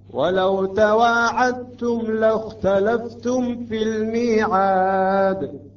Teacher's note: إن شاء الله إذا كانت فرصة عندنا كم نوع من الإدغامات واحد من الإدغامات يسمى الإدغام المتجانس هنا أحد المواضع الدال تدغم في التاء